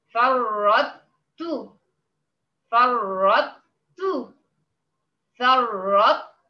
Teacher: يجافيه يعني يبعد عن مخرج بتاء متحركة، يعني ببساطة جدا أطلع بالطاء المستعلية بدون قلقلة وانزل بالتاء مرة واحدة فقط بارتعادة واحدة فقط · Term: ادغام الطاء في التاء